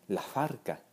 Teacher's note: Si ponen atención, esto se convierte, la S aspirada más la B de barca se convierte en un solo sonido, que es una especie de F bilabial, es decir, una F pronunciada con los dos labios